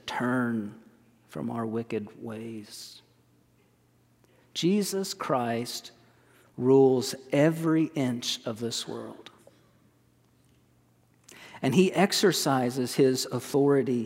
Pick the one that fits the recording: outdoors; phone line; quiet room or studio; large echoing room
large echoing room